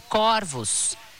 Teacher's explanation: diferentemente do singular, no plural, a palavra corvos é pronunciada com o O aberto